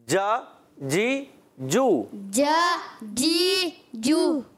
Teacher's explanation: अच्छा एक आध बच्चे ने पढ़ा जा थोड़ा सा लंबा कर दिया, तो लंबा नहीं करना, जा जी जू, जा जी जू, जी जी।